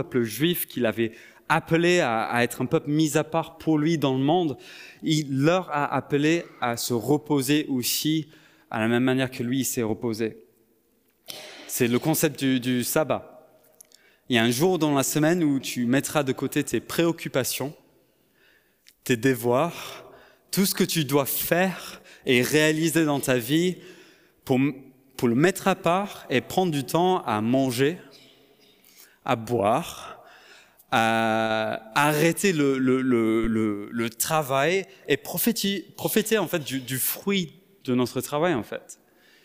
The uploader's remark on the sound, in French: Enregistré à l'église CVV, le 03/07/2022